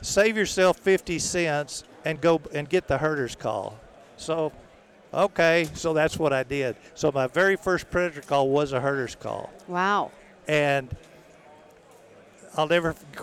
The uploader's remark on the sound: Recorded at the NRA Show.